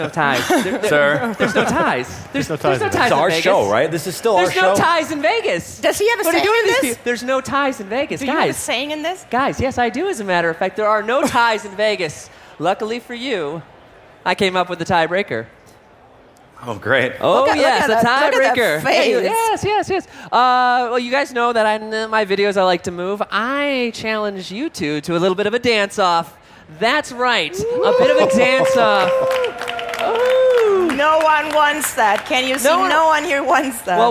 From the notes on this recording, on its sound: LIVE FROM CES 2024.